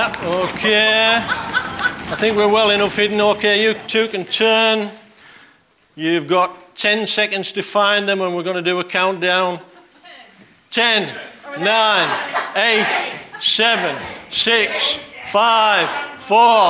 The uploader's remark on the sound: on 20th October 2019 at King's Church, Cockermouth.